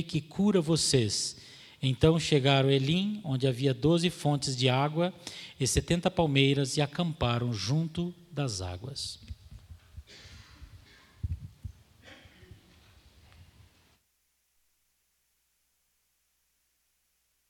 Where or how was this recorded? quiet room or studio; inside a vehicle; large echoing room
large echoing room